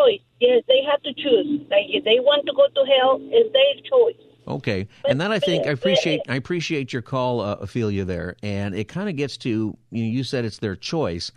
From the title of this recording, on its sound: Open Phone Friday